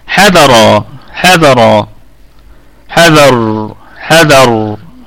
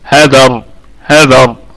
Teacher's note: الراء مفخمة في الوقف والوصل، وبقية الكلمة مرققة، ونقف أيضا عليها بوجه واحد بالسكون